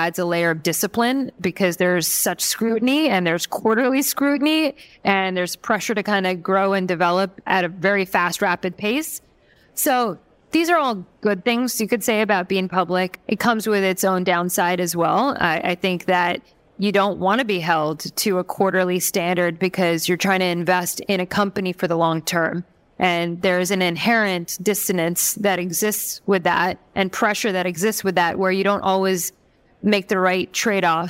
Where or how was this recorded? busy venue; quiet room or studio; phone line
busy venue